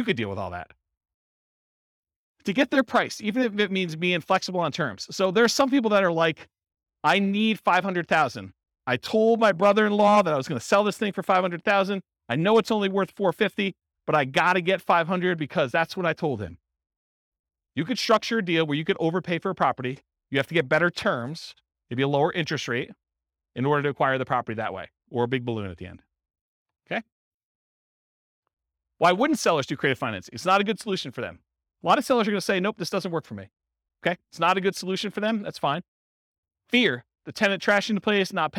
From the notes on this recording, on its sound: Real estate entrepreneurs in Beaverton, Oregon. This was a live class recorded.